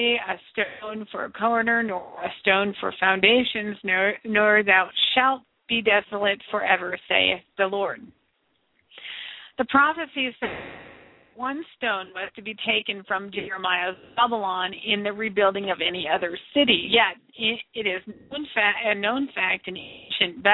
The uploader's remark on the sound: This show is the FIRST LIVE CALL-IN SHOW.